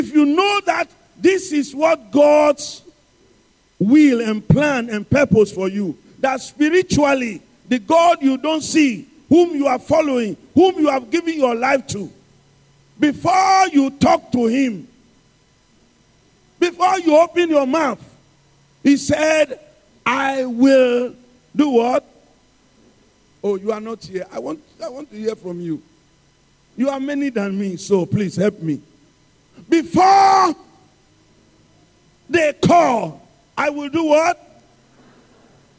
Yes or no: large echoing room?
yes